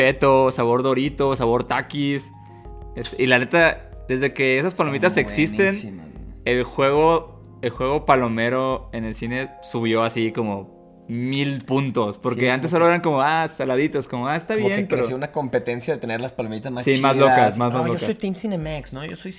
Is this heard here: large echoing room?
no